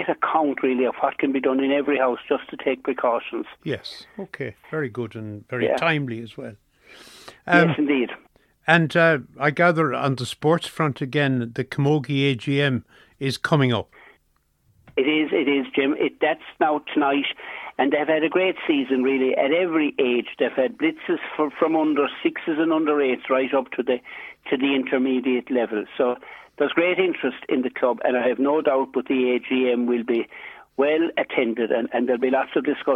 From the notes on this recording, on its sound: is joined on the phone by Whitegate correspondent